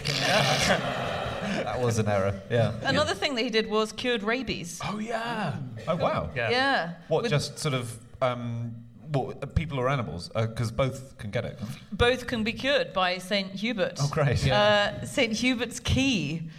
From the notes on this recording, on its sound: Live from the London Podcast Festival